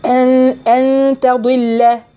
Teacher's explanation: إخفاء حقيقي بغنة مقداره حركتين